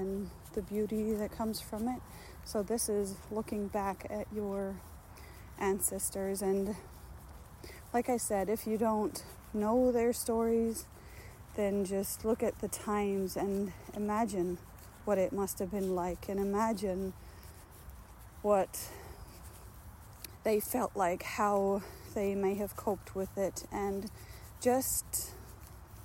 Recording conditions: phone or laptop microphone